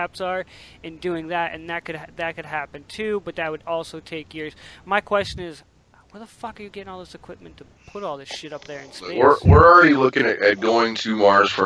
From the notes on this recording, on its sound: Due to tech issues we have no video this week only Audio! Sorry for the quality of the audio.